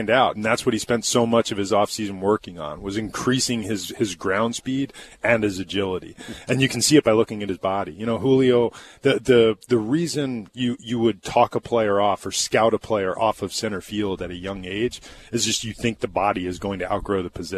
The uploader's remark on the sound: Live from spring training.